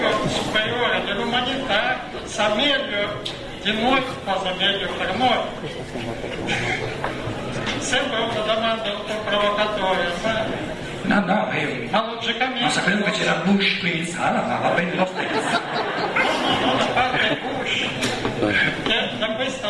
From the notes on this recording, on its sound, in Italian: Dibattito con il pubblico